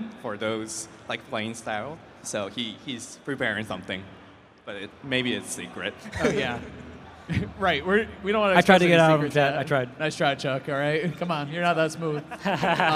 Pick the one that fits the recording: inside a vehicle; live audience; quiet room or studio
live audience